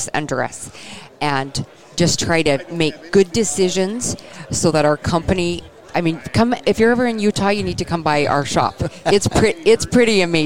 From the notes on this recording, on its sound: at the Safari Club International Convention in Nashville, Tn.